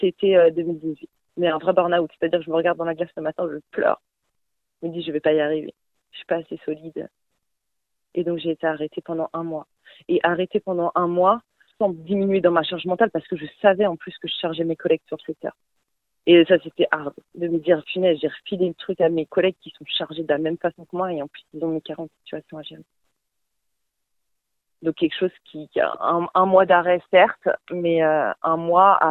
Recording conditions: phone line